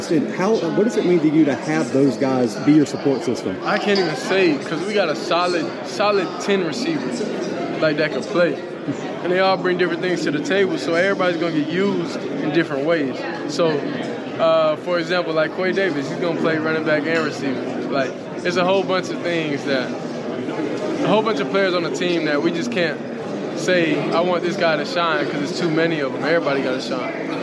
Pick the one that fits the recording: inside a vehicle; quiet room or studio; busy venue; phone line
busy venue